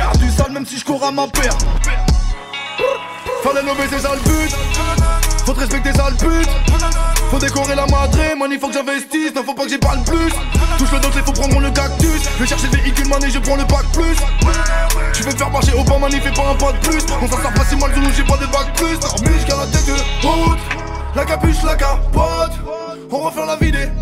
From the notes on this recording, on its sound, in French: En LIVE de Paloma à Nimes.